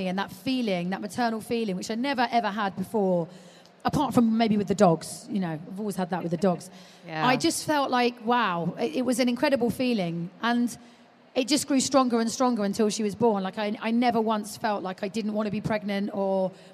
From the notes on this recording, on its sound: live from the Baby Show